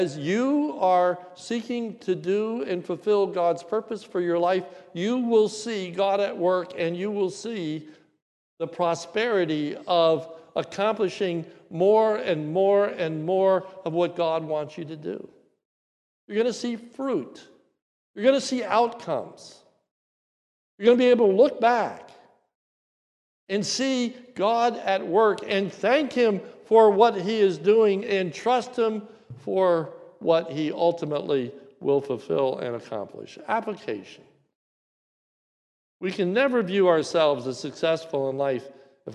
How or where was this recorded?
large echoing room